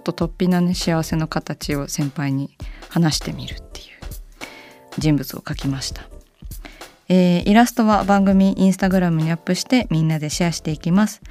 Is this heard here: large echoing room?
no